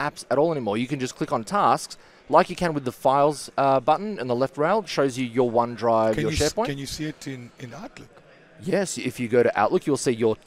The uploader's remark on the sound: In this fourth of a five-part series of recordings "live" at Microsoft Ignite 2019.